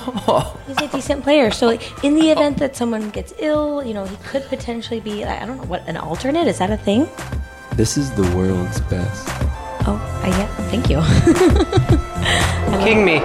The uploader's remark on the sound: Derailer is improvised radio theater, recorded live at The Kickstand Comedy Space in Portland, Oregon.